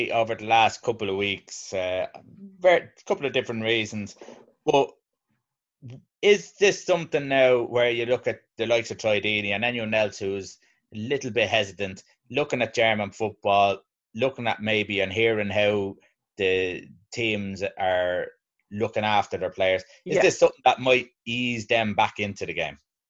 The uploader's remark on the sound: Zoom Chat